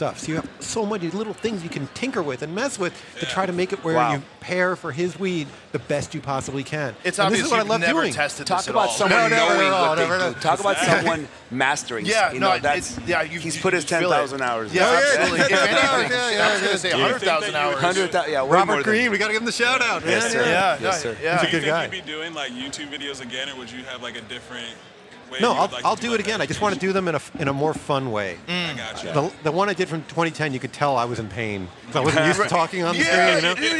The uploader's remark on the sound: Recorded at MJBizCon 2023